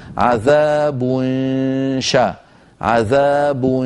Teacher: عليك عندما تخفي النون عند الشين أن تهيئ فمك على مخرج الشين من غير ضغط، هكذا عذاب شا عذاب، بحيث يكون تقريبا 70% صوت الغنة خارج من الخيشوم و 30% صويت فموي سببه عدم إقفال المخرج، فمجموع الصوتين يعطيني صوت النون المخفى عذاب شا، فلما أصل إلى شا أنطق الشين.